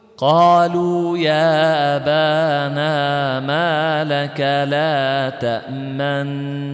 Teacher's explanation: قلنا أصلها تأمننا، أضغمت النون الأولى في الثانية وصارت نونا واحدة مشددة، وكيفيته أن تضم شفتيك من غير صوت، أن تضم شفتيك من غير صوت بعيد إسكان النون الأولى مشددة، والمشدد ساكن، مشدد ثقيل، سكون ثقيل، هو أن تضم شفتيك من غير صوت بعيد إسكان النون الأولى مع الغنة · Term: الإشمام